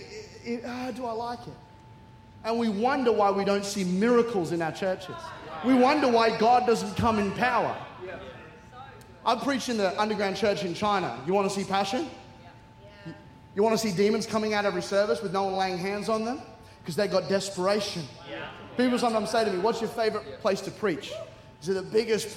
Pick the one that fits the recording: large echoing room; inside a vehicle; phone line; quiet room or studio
large echoing room